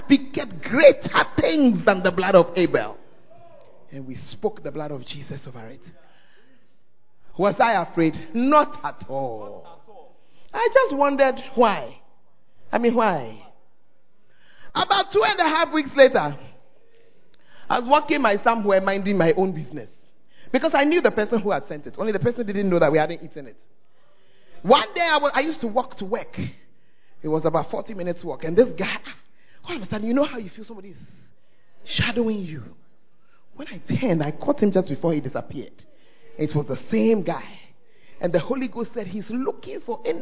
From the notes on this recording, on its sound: preached At Firstlove Church Ayeduase; Gathering Service